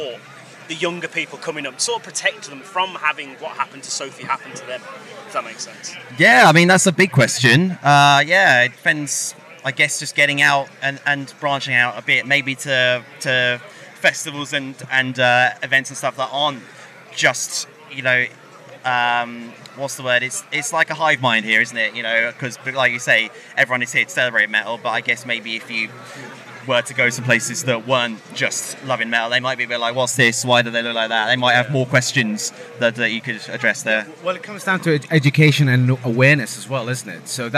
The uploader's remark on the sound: From our 'Live from Bloodstock 2023' series.